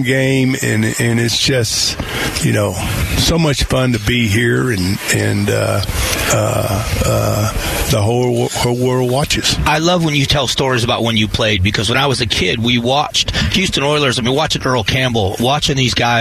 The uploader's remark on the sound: Live at Radio Row! The sights and sounds of being at Radio Row in the lead up to the Super Bowl.